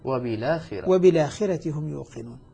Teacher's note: ألقيت حركة الفتح على اللام وأسقطت الهمزة · Term: ننقل حركة الهمزة